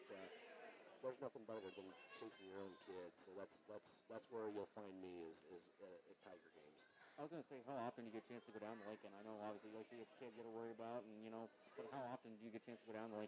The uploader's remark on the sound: Our debut episode had some first-time bugs that we'll get worked out. Also, we apologize for the low volume on the audio — you may want to turn your volume up.